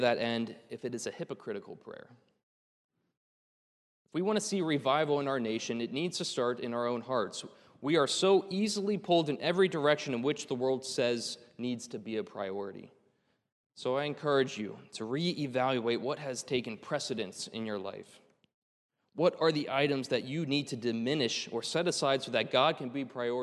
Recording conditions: large echoing room